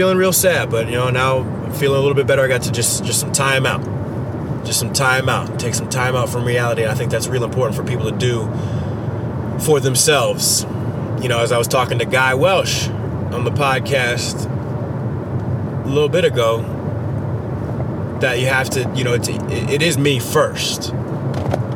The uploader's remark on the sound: Talks while ridin in the car.